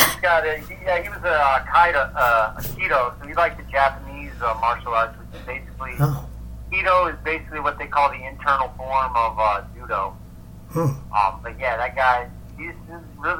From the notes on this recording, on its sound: The Audio will get fixed hopefully soon